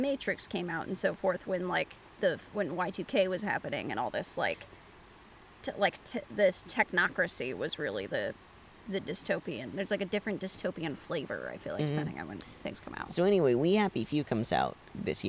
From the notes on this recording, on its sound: are in Canada, recording in the woods!